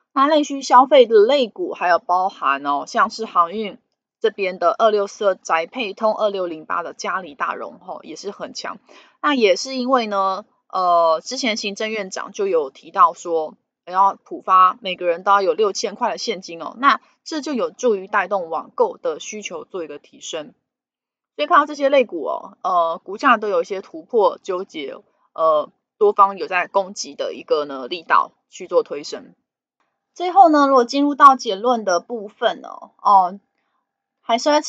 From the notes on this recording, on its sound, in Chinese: 本集有些許雜音，已亟力避免，如有察覺請多多包涵。